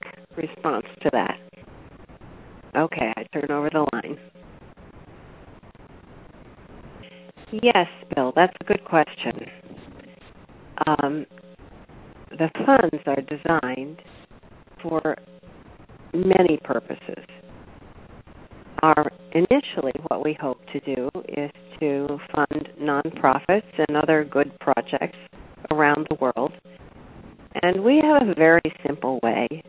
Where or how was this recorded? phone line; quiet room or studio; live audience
phone line